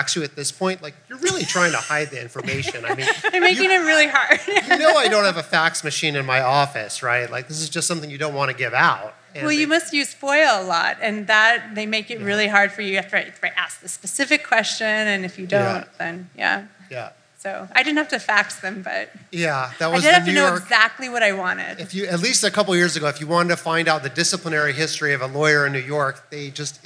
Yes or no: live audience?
yes